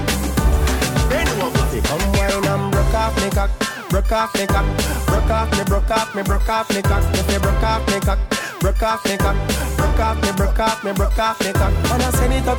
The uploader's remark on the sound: on location at the Sugar Shack Tattoo Parlour in Kincardine